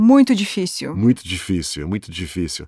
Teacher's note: the way that word muito, that final O just drops out. And you end up saying almost like muito difícil. Like one single word.